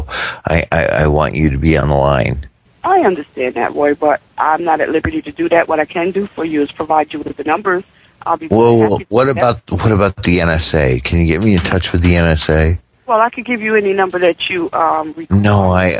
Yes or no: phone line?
yes